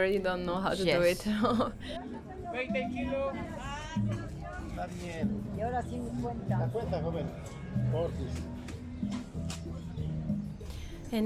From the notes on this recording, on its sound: This episode was live recorded at the event Terra Madre 2022 by Slow Food International.